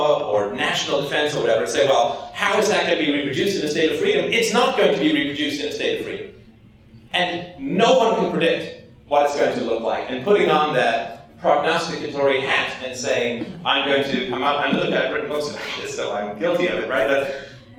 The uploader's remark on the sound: speaks at the 2010 Students for Liberty conference at Drexel University, Philadelphia, Oct 9 2010